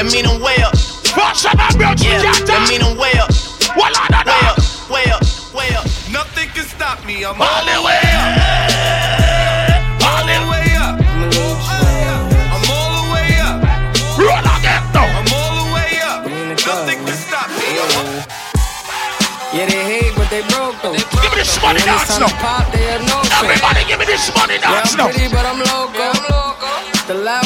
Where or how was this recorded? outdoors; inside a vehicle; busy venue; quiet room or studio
busy venue